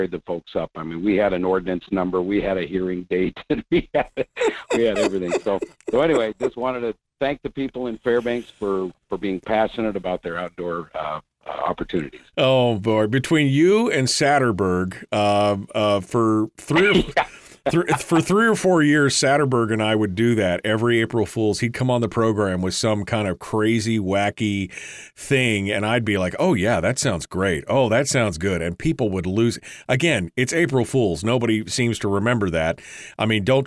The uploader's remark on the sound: With no guests today I decided to just throw the phone lines open from the very beginning and start with any of your phone calls.